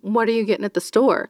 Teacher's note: the kind of the upspeak at the end of a sentence